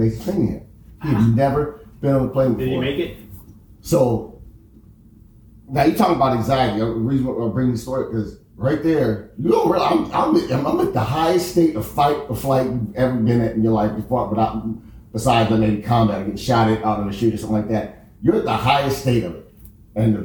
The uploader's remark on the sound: We apologize for the sound quality of the recording as the wrong input on the computer was selected